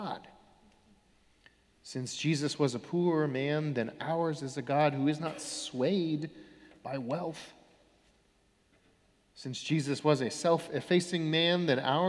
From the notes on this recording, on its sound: Sermons from Old South Church in Boston